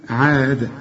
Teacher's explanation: هنقلقل الدال لان كل دال في القرآن تقف عليها قلقلها